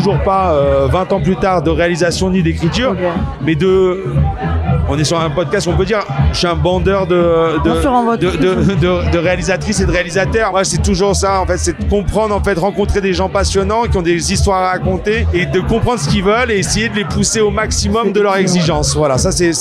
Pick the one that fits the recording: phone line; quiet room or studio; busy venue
busy venue